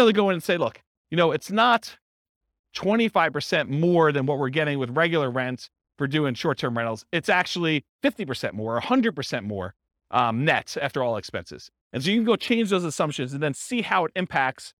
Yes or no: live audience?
yes